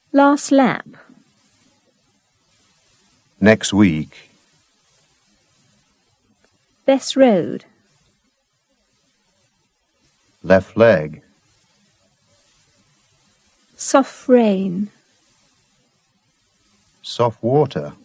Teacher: The omission of T before other consonants